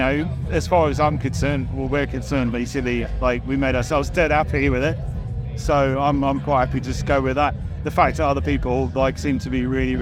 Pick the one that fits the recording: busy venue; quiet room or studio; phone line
busy venue